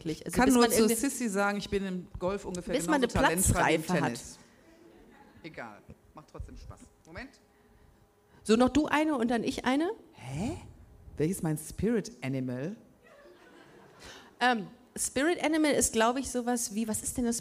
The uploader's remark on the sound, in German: Busenfreundin LIVE im Rahmen des Cologne Comedy Festivals. In der Location Bogen 2 in Köln.